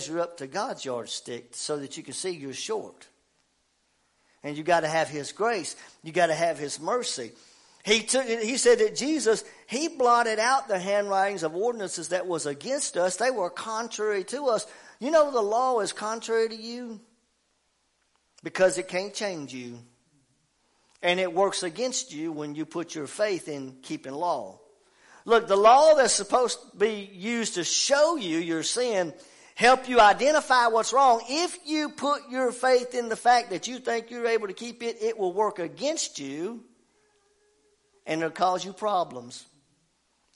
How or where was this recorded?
large echoing room